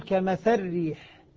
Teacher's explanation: كمثل ريح، كمثل ريح، لاحظ اللام الكسرة لو أني نطقت بها كسرة كاملة سأقول كمثل ريح، لي ري كسرة كاملة. إذا أدغمت أقول كمثل ريح، اللام ذهبت وذهبت حركتها · Term: الإدغام